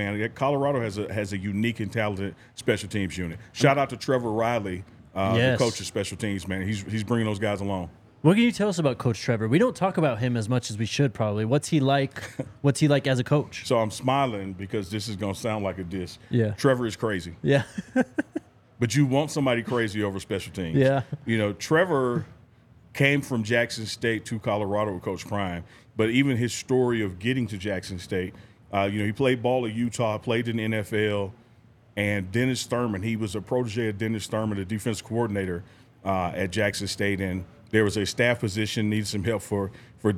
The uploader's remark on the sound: live from the DNVR Bar